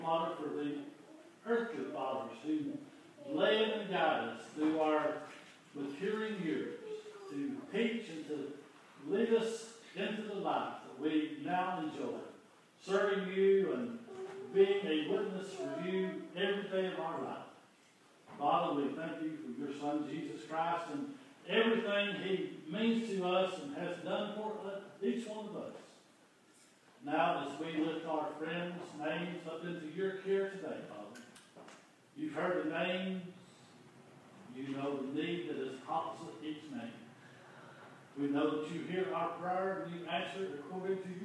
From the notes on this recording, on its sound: This is an audio recording of the Sunday Service at Persia Methodist Church in Rogersville, TN.